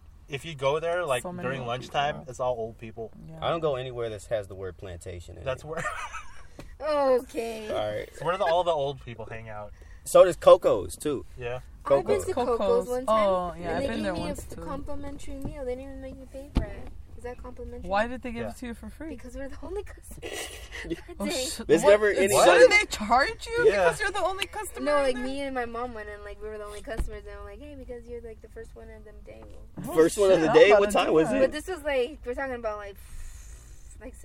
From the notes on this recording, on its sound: Not one, but two guests jump in the car to chat today!